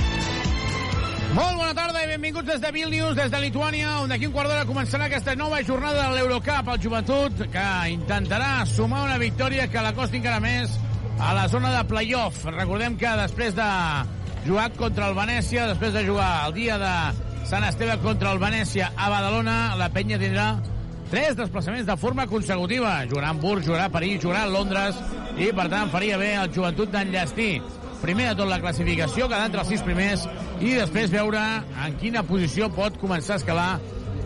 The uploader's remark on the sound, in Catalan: Transmissió en directe del partit Wolves vs Joventut